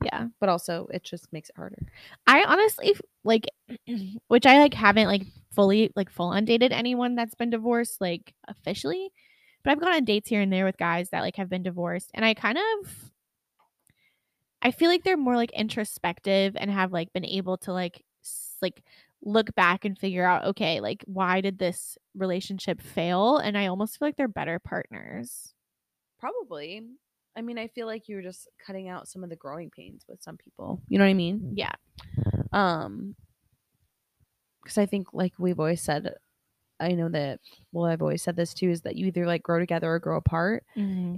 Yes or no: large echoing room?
no